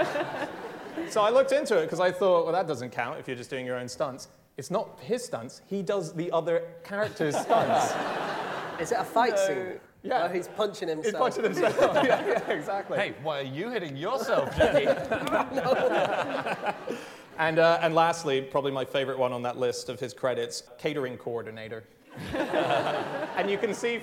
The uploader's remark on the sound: Live from the London Podcast Festival